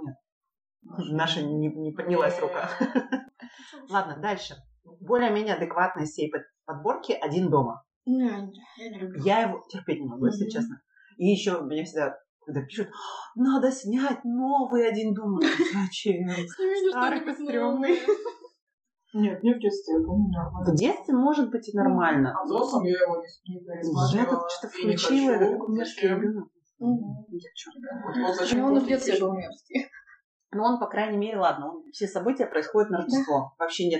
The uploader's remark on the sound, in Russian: Звук в выпуске чудит. Не стали рисковать и делать дубль 2.